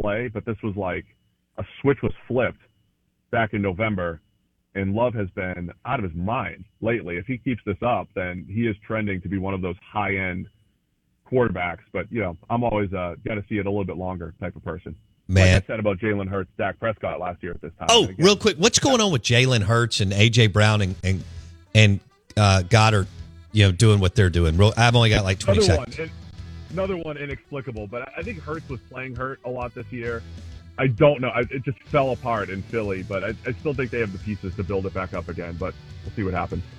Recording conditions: phone line